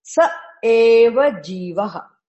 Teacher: that Visarga followed by Ekara gets dropped. Visargaha followed by a long vowel gets dropped.